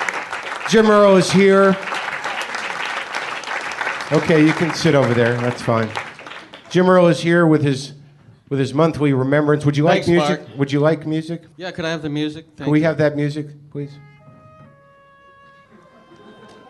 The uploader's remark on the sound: It's live WTF from The Steve Allen Theater in Los Angeles.